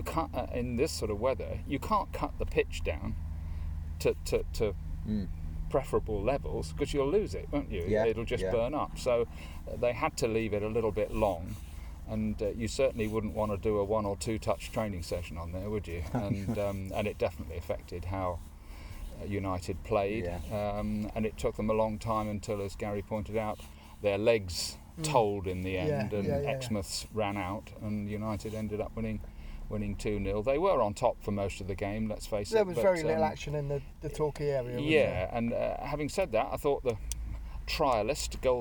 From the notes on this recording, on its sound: This week from the sun-kissed meadows of Seale Hayne - well, a car in the car park to be truthful.